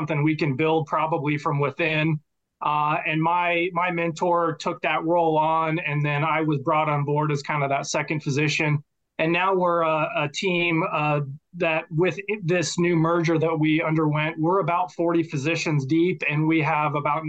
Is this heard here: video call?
yes